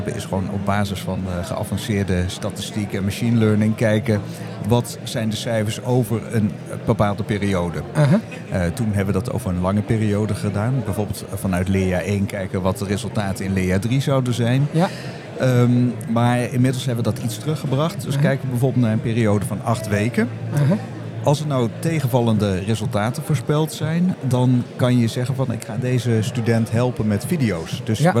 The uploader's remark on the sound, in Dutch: Live vanaf de SURF onderwijsdagen